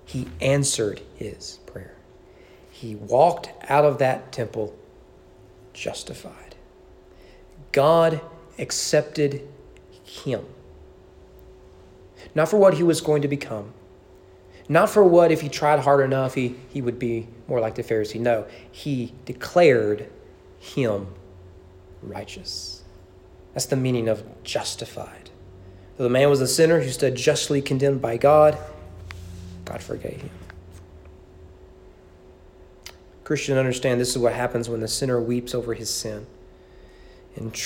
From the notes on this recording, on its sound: Sermon preached at East Frankfort Baptist Church on April 25, 2021 during evening worship